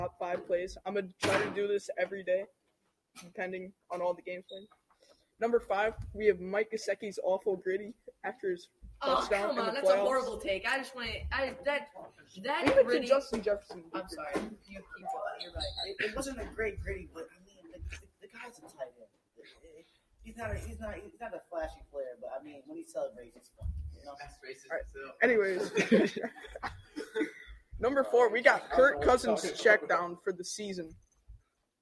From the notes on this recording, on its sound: Includes some background noise.